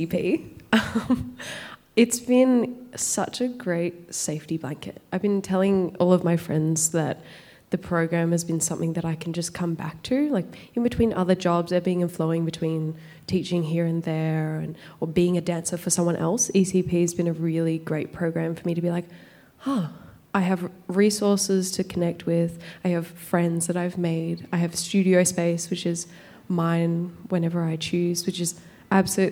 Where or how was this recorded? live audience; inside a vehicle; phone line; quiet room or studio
live audience